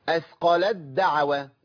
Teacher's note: فين التاء يا عم الشيخ؟ راحت لانها ذهبت للكليه وشدد الحرف المدغم فيه الثاني بقى حرفين ساكن ومتحرك.